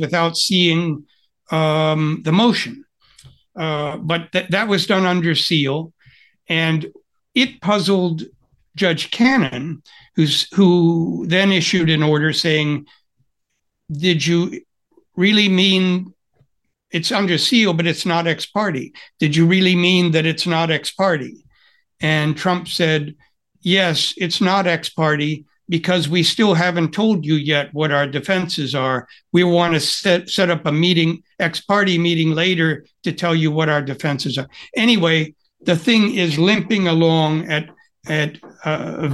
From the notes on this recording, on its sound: They took audience questions from Lawfare Material Supporters on Zoom.